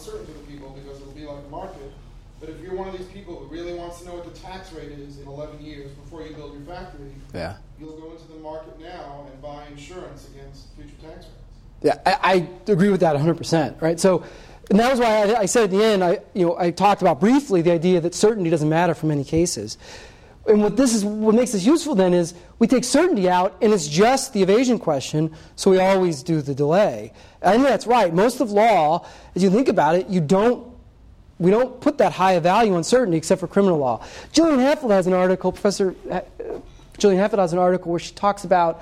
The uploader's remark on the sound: This Coase Lecture was presented on February 21, 2017.